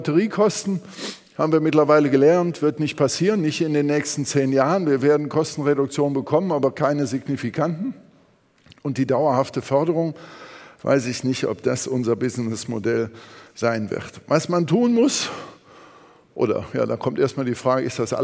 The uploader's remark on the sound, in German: Beim auto motor und sport Kongress 2019.